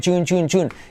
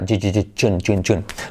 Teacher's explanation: Es como una Che, pero activando la cuerda.